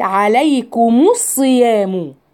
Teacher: بتحريك الساكن الاول بالضم · Term: التقاء الساكنين